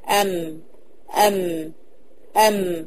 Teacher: الميم تخرج من الشفتين بانطباقهما